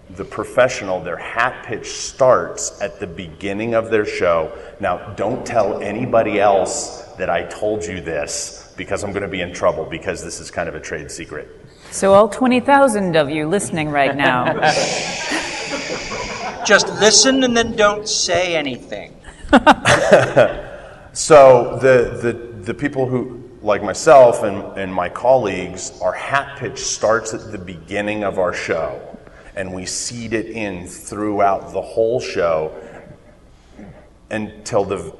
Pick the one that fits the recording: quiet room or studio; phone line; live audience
live audience